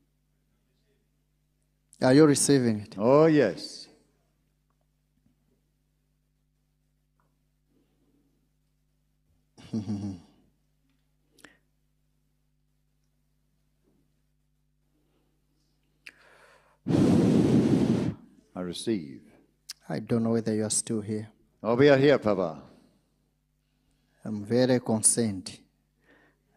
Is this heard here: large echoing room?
yes